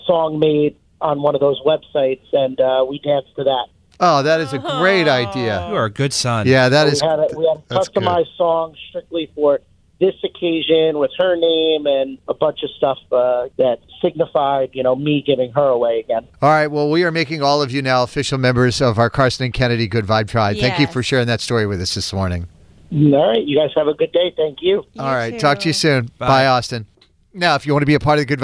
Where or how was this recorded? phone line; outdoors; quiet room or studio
phone line